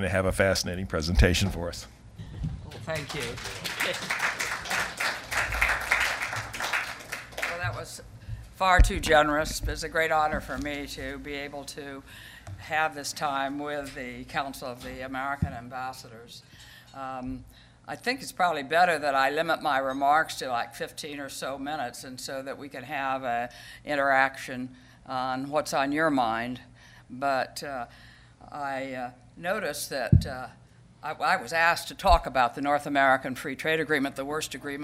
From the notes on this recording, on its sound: At the Council of American Ambassadors' Spring Conference, Global Tour d'Horizon